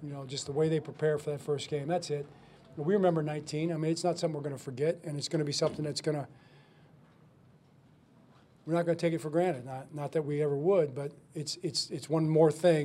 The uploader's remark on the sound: Postgame Press Conferences